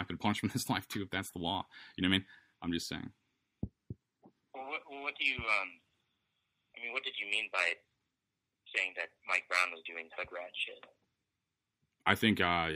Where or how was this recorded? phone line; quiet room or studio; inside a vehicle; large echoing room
phone line